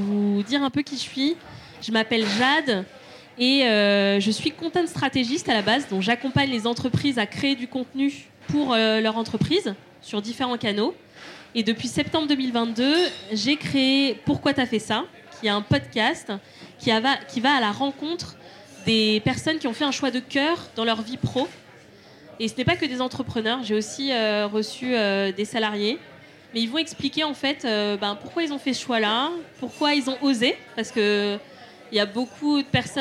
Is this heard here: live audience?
yes